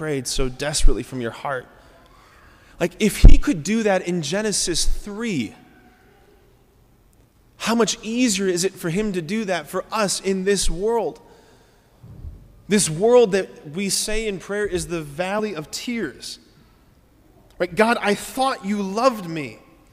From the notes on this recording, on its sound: preached this homily on July 2, 2023 at Sacred Heart of Jesus Catholic Church in Wadsworth, OH.